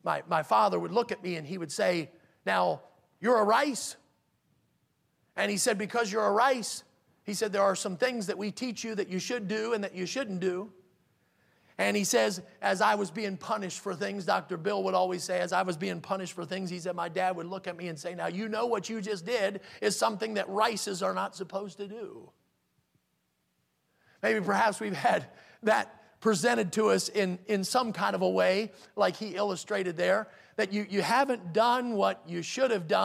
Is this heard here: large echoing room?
yes